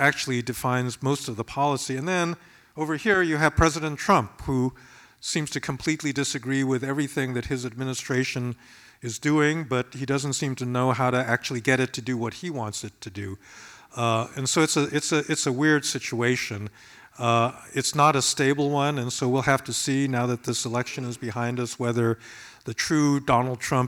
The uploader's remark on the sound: Town Hall Seattle and was taped at Seattle University.